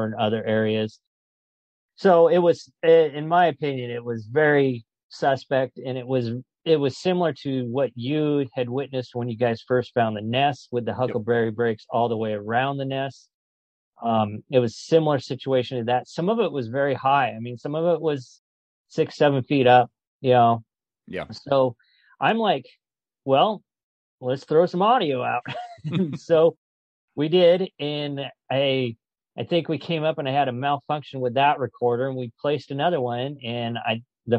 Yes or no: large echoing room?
no